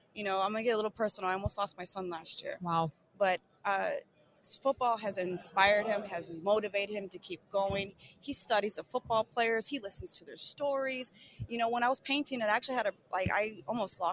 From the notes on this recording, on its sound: live from Super Bowl LVII Radio Row